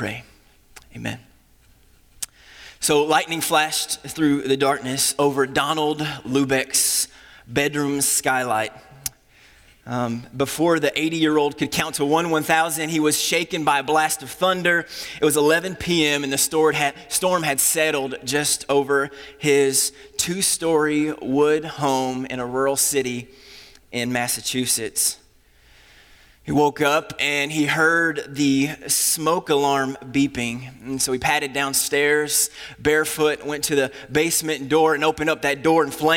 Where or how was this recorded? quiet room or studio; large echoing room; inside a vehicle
large echoing room